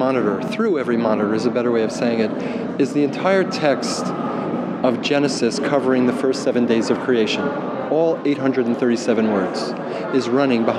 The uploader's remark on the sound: We’ll join a media preview tour of San Francisco’s new Contemporary Jewish Museum. We’ll join a media preview tour of San Francisco’s new Contemporary Jewish Museum.